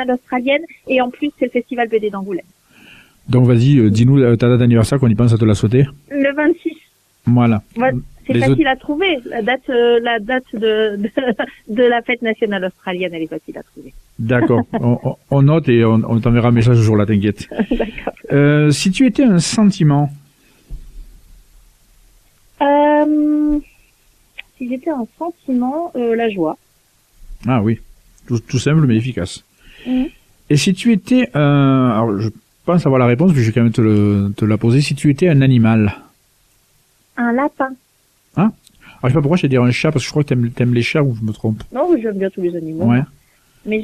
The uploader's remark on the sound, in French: Reçoit par téléphone.